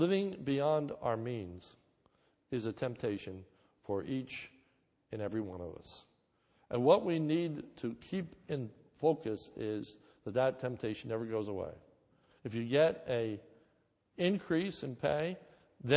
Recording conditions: large echoing room